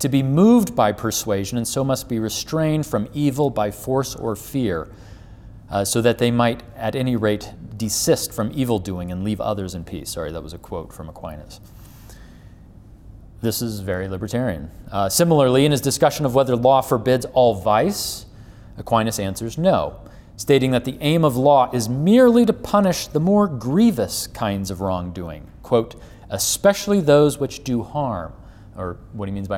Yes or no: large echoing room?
yes